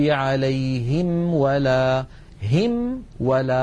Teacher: الميم بانطباق الشفتين والواو بانضمامهما من غير انطباق مع بقاء فرجة إلى الأمام